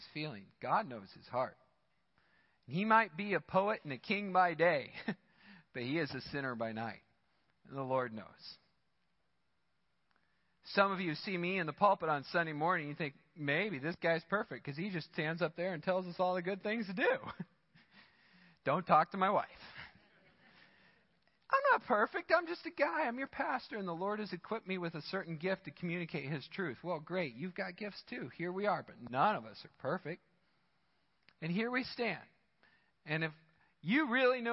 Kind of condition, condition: setting, large echoing room